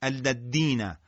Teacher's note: برخی از حروف مثلا مثل حرف ذال آنچنان محکم و با شدت ادا میشن که شبیه به دال میشن